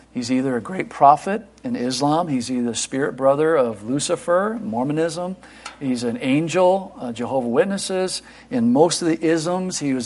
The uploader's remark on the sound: Christmas Eve Morning Service 2023